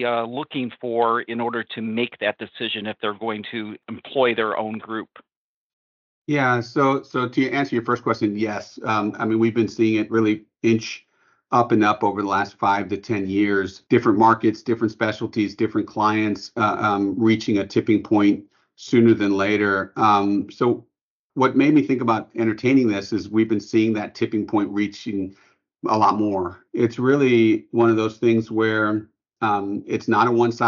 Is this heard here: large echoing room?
no